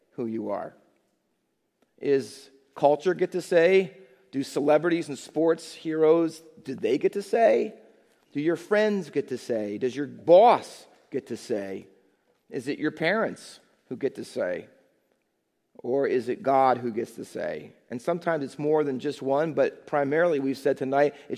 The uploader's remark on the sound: Faith Baptist Church in Hamilton, NJ.